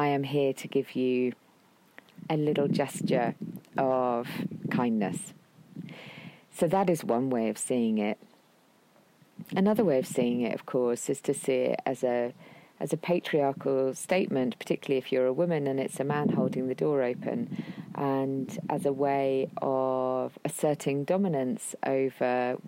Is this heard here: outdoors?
yes